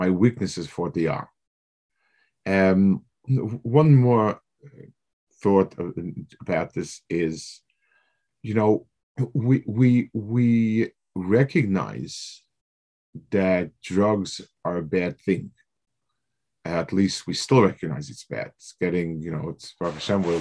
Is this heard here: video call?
yes